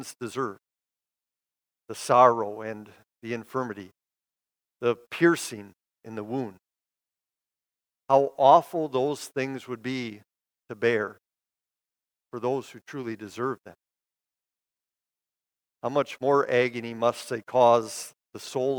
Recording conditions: large echoing room